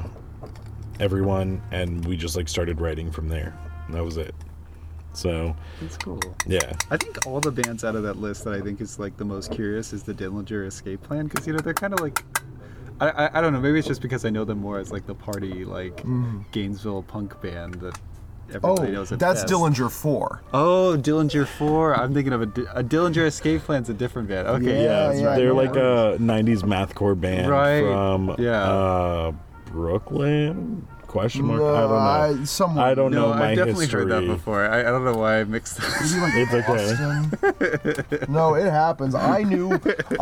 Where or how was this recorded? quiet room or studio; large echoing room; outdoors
outdoors